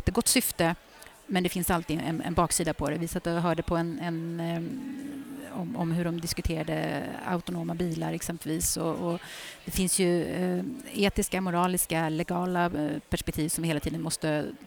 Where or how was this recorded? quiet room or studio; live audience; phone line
live audience